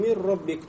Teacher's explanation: Нун вошла в ро, и ро стало две. · Term: полный идгом